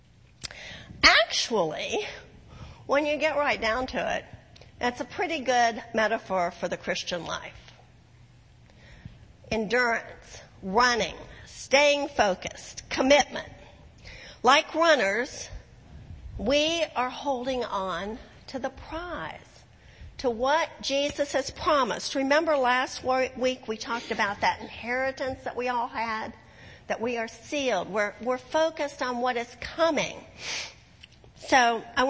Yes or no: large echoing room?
yes